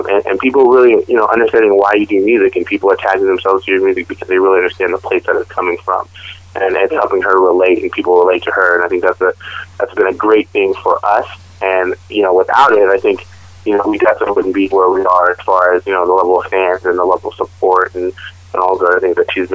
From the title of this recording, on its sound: Phone Interview